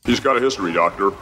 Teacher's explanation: He just doesn't pronounce the D, just carries the Y over from the end of history.